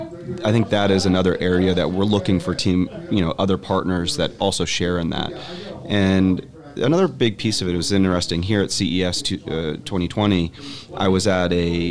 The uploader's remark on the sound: This week’s episode was recorded live at CES 2020.